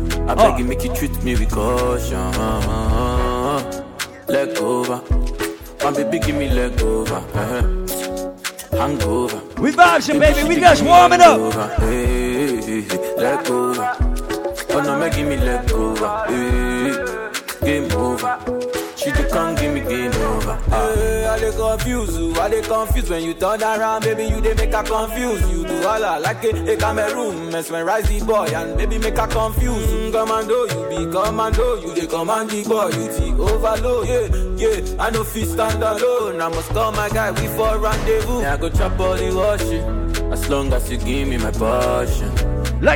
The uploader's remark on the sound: LIVE PARTY AUDIO. LIVE AT ISLAND SATURDAYS.